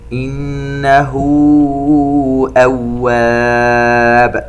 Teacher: الهاء في كلمة إنه مد صلة كبرى يمد بمقدار 4 حركات، نقلقل باء أواب لأننا وقفنا عليها